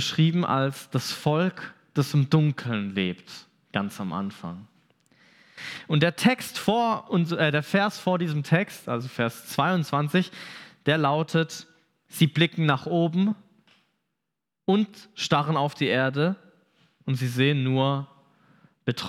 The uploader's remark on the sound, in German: Predigt vom Gottesdienst